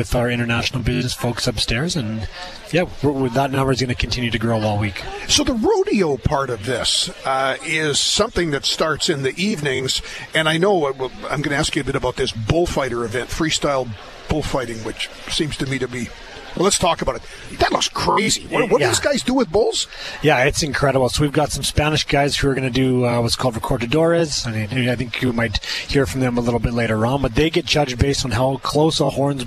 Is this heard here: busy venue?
yes